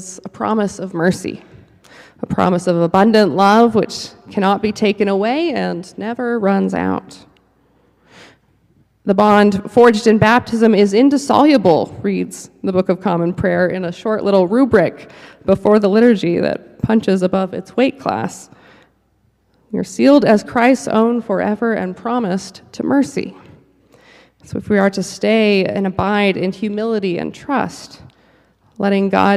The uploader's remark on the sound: Preached at the Cathedral Church of St. Mark in Salt Lake City.